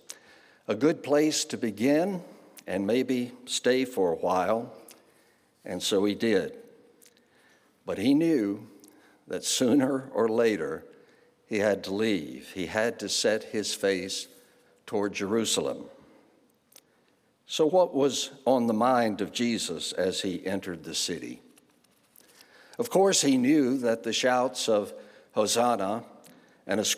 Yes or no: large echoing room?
yes